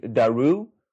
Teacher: The one was named Daru, where that U sound at the end is a vowel sound that's produced from the back of your mouth